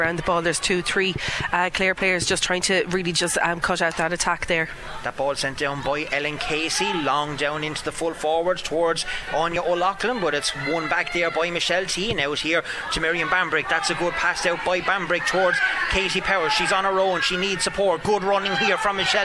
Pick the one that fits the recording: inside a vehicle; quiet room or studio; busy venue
busy venue